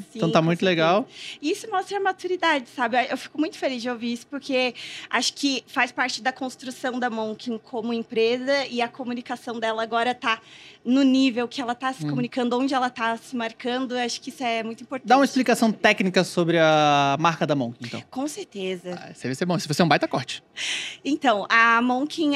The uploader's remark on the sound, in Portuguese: Diretamente do Case ABStartups, gravamos vários episódios incríveis para o De Galho em Galho durante este evento.